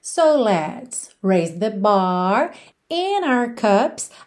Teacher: a ligação foi no N, o D de and não apareceu